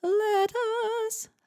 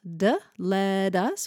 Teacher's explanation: Is it going to be let us with a hard T, or is it going to be let us with a D sound? And you would need to either circle that T in the word let if it's going to be a hard T, or write a D over it so that you know you're changing that.